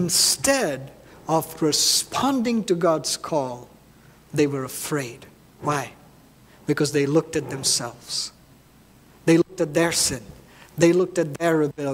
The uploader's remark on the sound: at New Life Fellowship Church, Concord, NC, on Sunday, May 7, 2023.